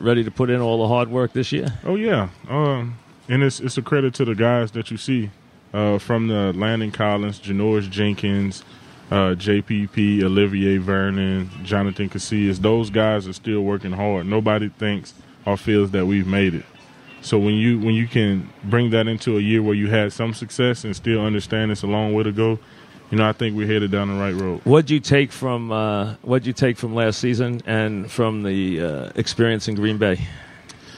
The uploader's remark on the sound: Live from Giant camp.